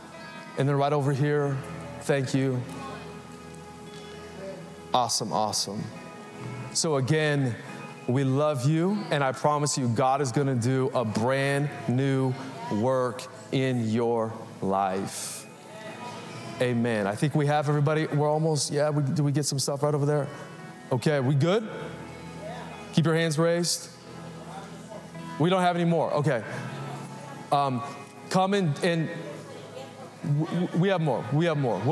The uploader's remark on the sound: Recorded live at Capital Church in Meridian, Idaho Easter Sunday 2023